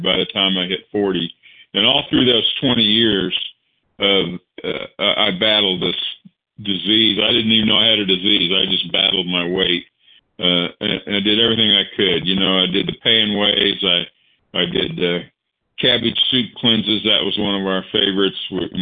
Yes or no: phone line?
yes